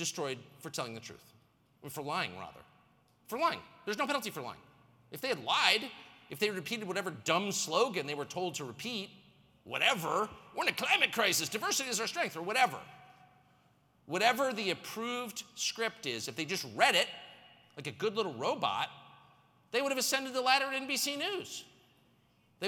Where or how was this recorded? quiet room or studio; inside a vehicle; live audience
live audience